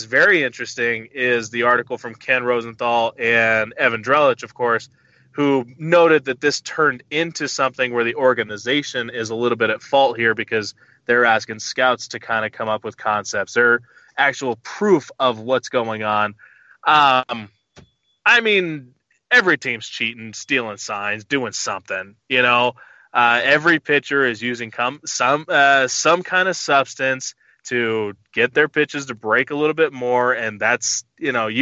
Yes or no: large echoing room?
no